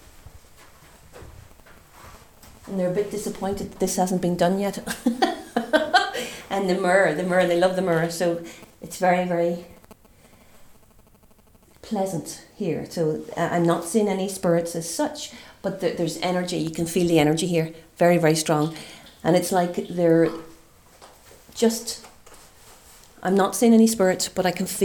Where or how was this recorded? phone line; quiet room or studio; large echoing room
large echoing room